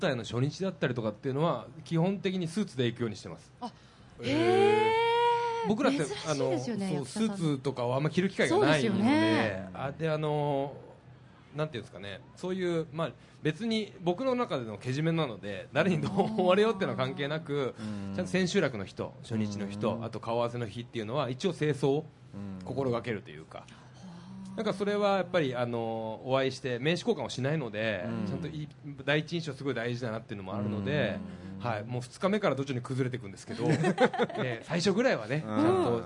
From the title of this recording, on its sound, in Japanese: 静岡県浜松市での公開録音